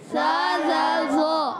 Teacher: زبان کا سرا جب اوپر کے دانتوں کی جڑوں سے لگتا ہے تو تا دال تو ادا ہوتا ہے، اور یہی جب زبان کا سرا اوپر کے دانتوں کے اندرونی کناروں سے لگتا ہے تو ادا ہوتے ہیں سا زال و